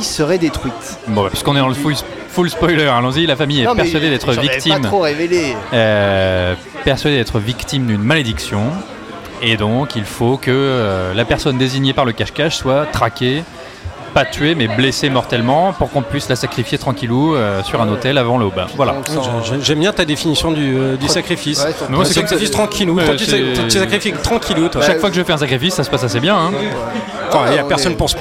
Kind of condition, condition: setting, busy venue